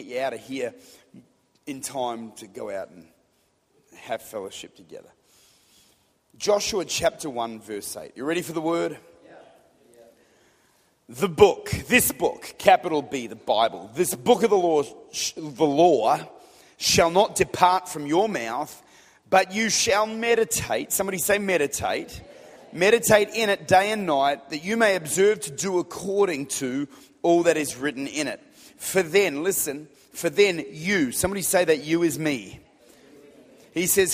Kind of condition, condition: setting, large echoing room